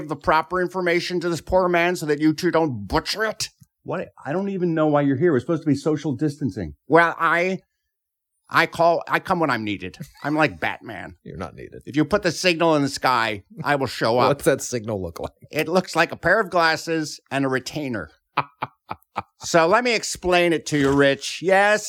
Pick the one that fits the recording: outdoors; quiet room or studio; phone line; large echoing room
quiet room or studio